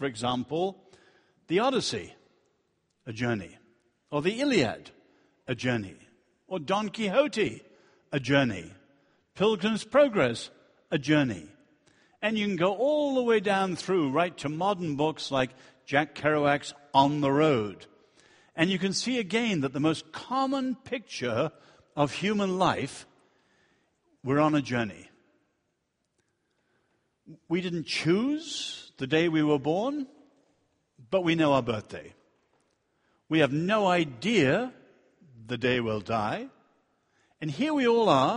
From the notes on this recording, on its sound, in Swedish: Inspelad vid Apologiakonferensen i G&#246;teborg f&#246;rmiddagen 2012-09-29 session 2.